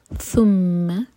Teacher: زبان اوپر والے دانت کو ٹچ کرے گی یہاں پر سین کی آواز نہ ہے